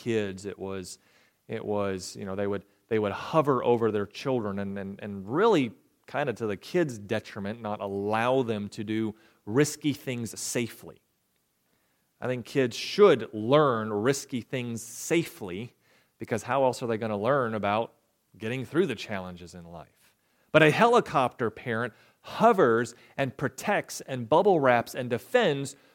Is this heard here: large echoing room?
yes